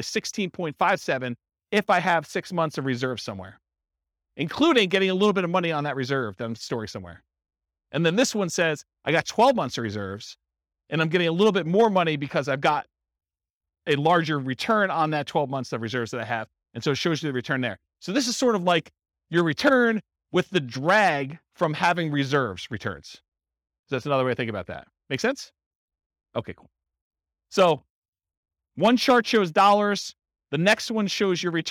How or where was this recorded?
live audience